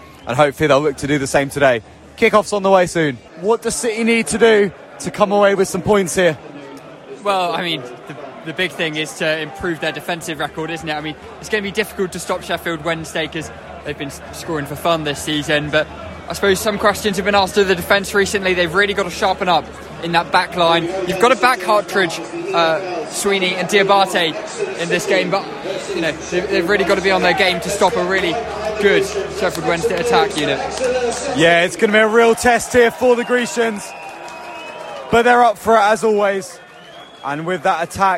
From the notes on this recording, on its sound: Listen to highlight commentary live from St James Park